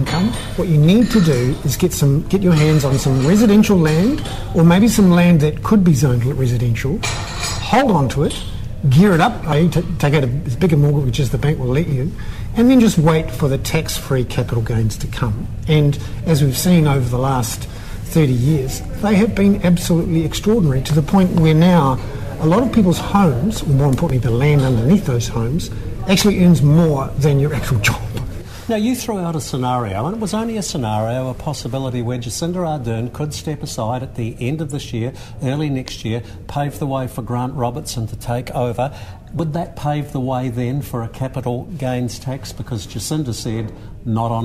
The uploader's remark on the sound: This economic commentator for interest.co.nz was the keynote speaker at the Lincoln Mainland Property Seminar.